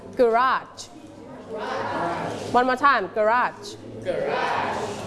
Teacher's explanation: เราสเตรทที่พยางค์ที่สองนะคะ